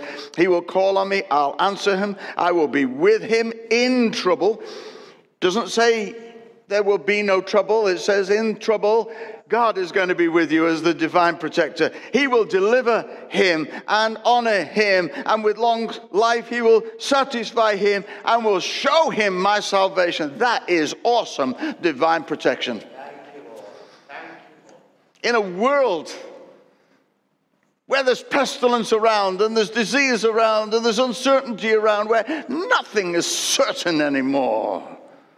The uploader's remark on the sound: Recorded at Destiny Church, UK, WF1 4AF